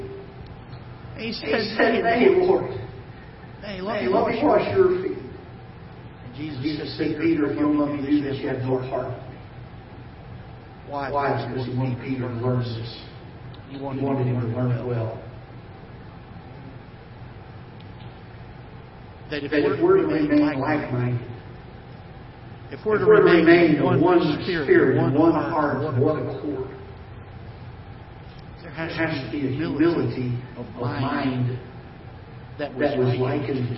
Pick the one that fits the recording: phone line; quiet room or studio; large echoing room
large echoing room